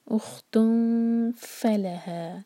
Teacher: اخ، خاپر، گلا صاف کرنے والی آواز، اختن، تاپر دوما کی تنوین اور یہ سائڈ بائی سائڈ ہے، اس کے بعد ہے ف، تو ہم یہاں کریں گے اخفا، اوپر کے دانت نیچے والے ہوٹ کے قریب لائیں گے اور نون کی آواز کو چھپائیں گے اور دو سیکنڈس کا ٹائم دیں گے۔ اختن فلہا، ف ل ایک ہی حرکہ اور ہا مد طبعی ہے دو حرکہ، اختن فلہا۔